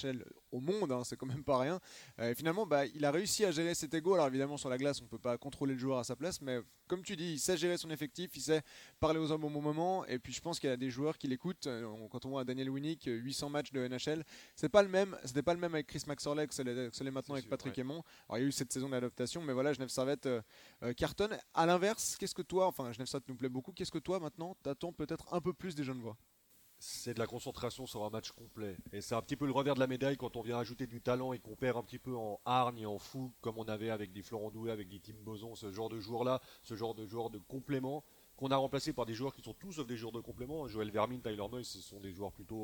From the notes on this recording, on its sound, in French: Nous enregistrons en direct de Lugano où nous nous apprêtons à assister au match du Genève Servette Hockey Club face à HC Lugano.